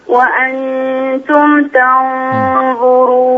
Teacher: انتبهي إلى ترقيق التاء في تنظرون